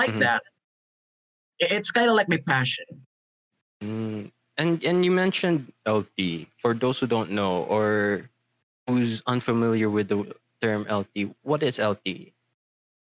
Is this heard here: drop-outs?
yes